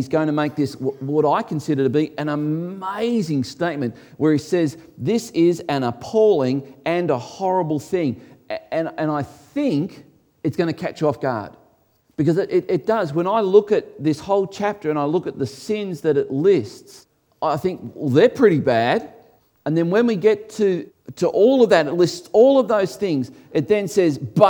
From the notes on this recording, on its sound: This was originally recorded before a Live audience